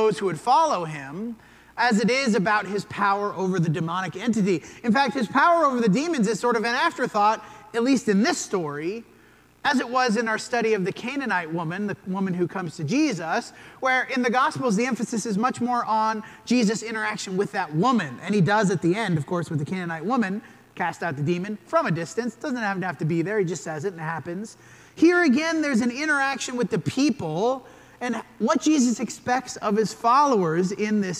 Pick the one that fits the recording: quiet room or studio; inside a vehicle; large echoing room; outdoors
large echoing room